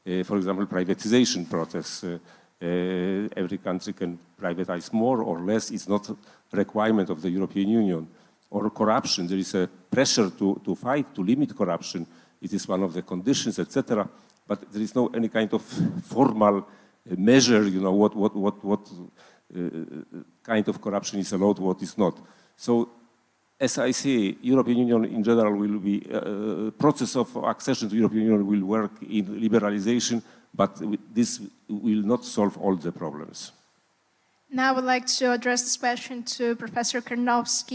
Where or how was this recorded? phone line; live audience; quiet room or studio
live audience